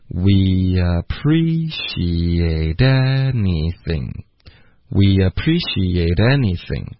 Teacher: 所以这从头说到 anything 的时候，我们两个重音就是 pre 跟 da